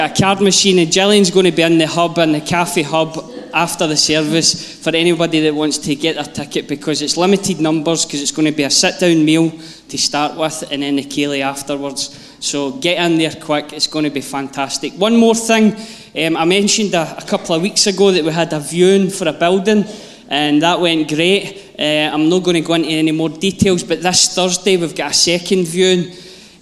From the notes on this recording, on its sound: Live from our Sunday gathering on 23.